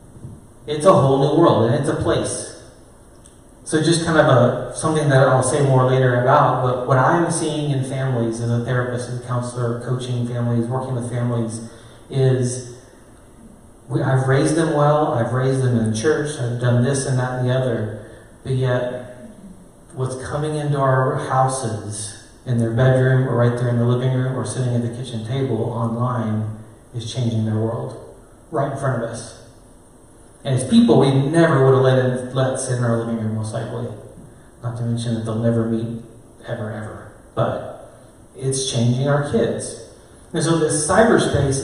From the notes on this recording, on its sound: A session delivered to parents at a local Christian school in Oregon.